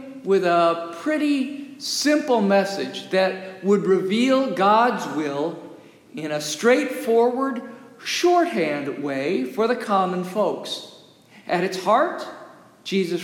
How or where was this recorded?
large echoing room